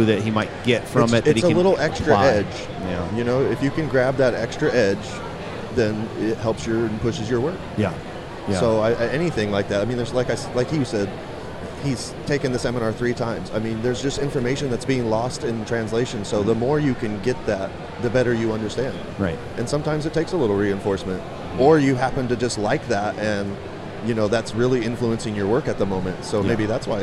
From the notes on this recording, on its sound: in the Sullen Clothing booth, at the 2015 Musink festival